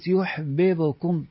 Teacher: فك الإدغام وتكرار الباء يشعرك بأن هناك حبا بعد حب